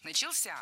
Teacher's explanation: Начался — первая ошибка. В этом глаголе ударным должен быть последний слог, возвратная часть «ся», которая, кстати, часто находится под ударением.